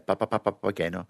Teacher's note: You've got to make something more like a B with just a little puff of air, papageno. It's like a machine gun.